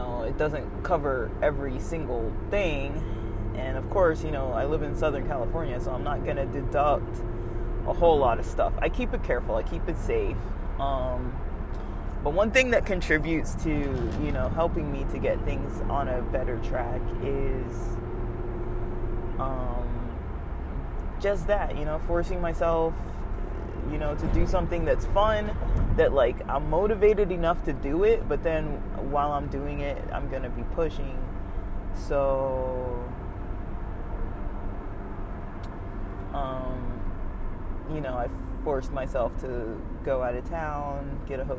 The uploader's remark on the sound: As I’m driving out from checking out of the hotel near Mountain High Resort, I start to record briefly. The sound quality is rough with a lot of feedback from the sound of the car on the road. I enjoy recording on the road. I hope it’s not too much of a pain to hear the road in the background.